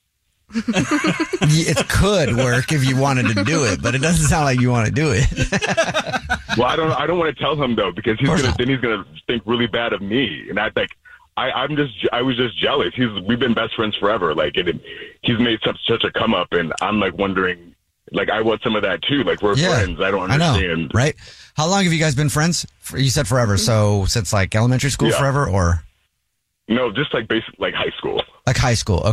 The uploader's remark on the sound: There's a man on the phone